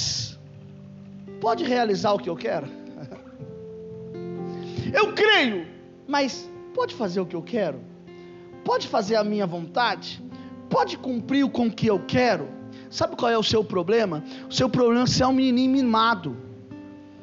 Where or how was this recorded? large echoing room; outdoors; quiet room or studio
large echoing room